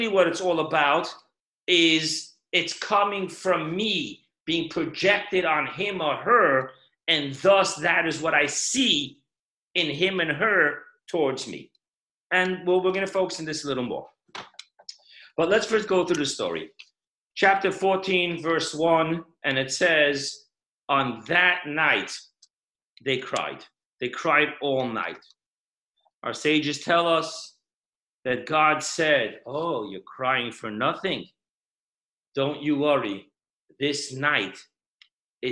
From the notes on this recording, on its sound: Zoomclass